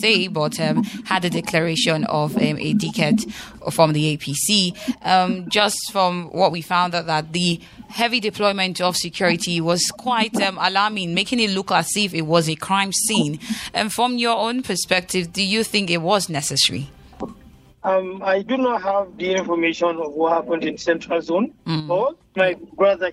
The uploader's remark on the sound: (via phone call)